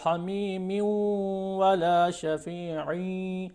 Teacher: ایک تو دیکھیں حمیم یوں یعنی نون تنوین جو ہے واو پہ ادغام ہو رہا ہے · Term: ادغام مع الغنہ